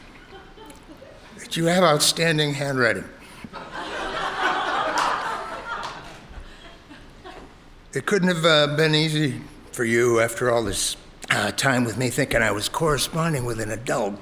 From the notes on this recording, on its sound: The Truth was live at On Air Fest in March 2020, with a performance of “The Hilly Earth Society” followed by a Q&A.